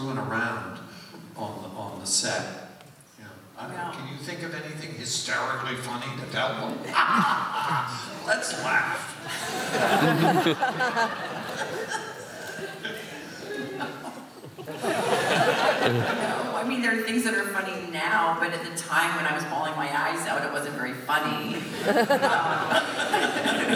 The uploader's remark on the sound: Live at Pensacon 2017